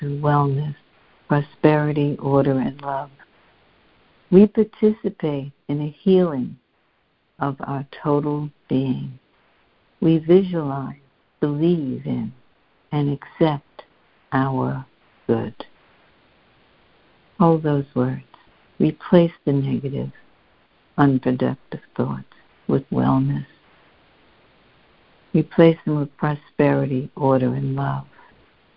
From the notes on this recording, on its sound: A Course in Miracles [ACIM] Students are joining together on a Free Conference Call.